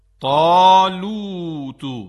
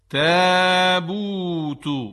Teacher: طالوت با حرف تا، تا درشت ادا میشه، اما تابوت با حرف ت دو نقطه ظریف ادا میشه